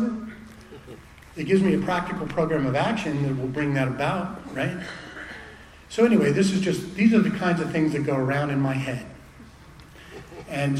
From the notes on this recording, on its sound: at the 7th Annual Spring Into Action Conference in Sanford NC on February 3 2024